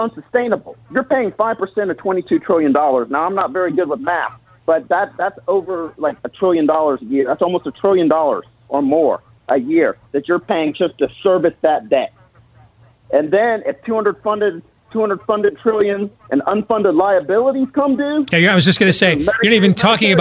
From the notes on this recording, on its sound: opens the phone lines